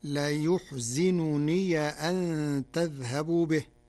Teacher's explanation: قرأ ورش كلمة لا يحزنني بضم الياء وكسر الزاي وفتح ياء الإضافة فتصير لا يحزنني أن تذهبوا به، من أحزن الرباعي.